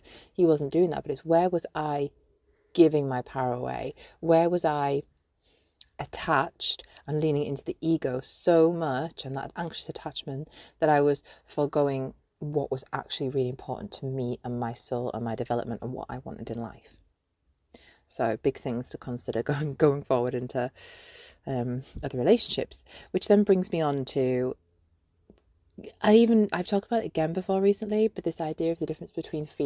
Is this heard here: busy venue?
no